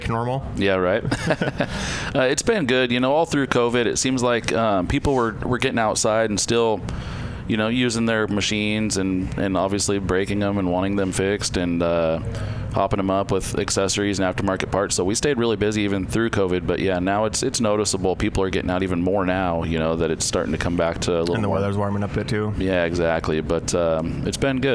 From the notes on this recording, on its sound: we are live in the Offroad Syndicate trailer at UTV Takeover Coos Bay, OR